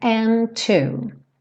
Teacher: And too many, aqui como várias vezes já vimos. And too, uma palavra que termina com D, uma palavra que começa com T. Eu não tenho dois ataques aqui